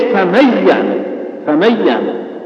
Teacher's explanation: فتبقى مثلا صفة الغنة إذا أدغم النون في الياء